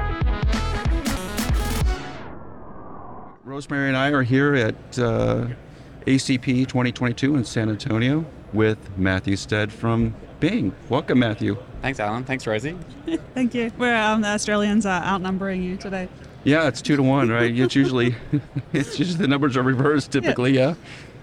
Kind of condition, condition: setting, busy venue